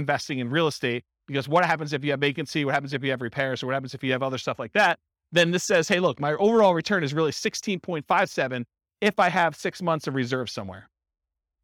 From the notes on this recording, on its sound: This was a live class recorded.